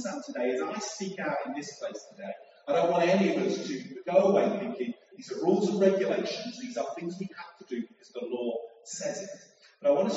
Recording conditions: poor sound quality